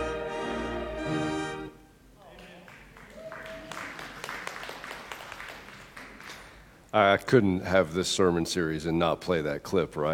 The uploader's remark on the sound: At the 8:30 contemporary service at Restore. Alabaster First United Methodist Church.